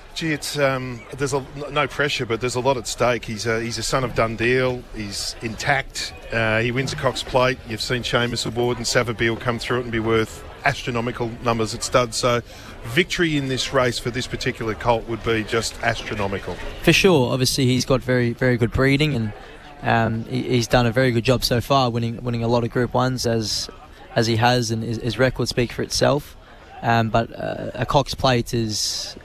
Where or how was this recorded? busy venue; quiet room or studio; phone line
busy venue